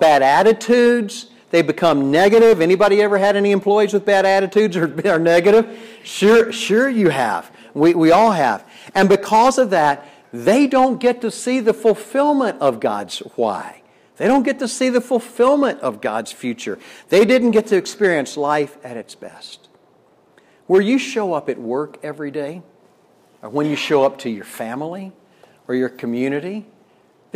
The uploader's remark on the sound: Delivered at Wisdom Chain Day in Medora, ND on June 15th, 2021.